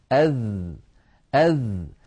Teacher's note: الذال حرف يخرج من طرف اللسان مع أطراف الثنايا العليا يعني هذا هذا اللسان وهذا طرفه وهذه الأسنان العليا وهذا طرفها